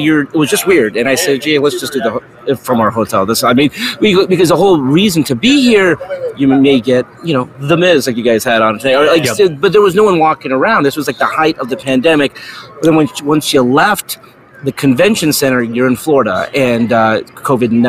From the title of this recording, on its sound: Live from Super Bowl Media Row